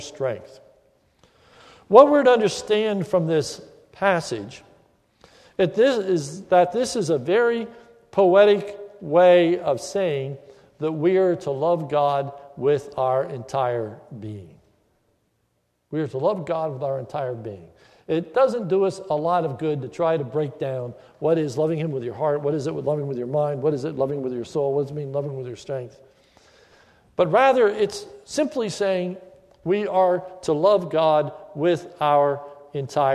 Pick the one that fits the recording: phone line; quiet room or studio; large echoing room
large echoing room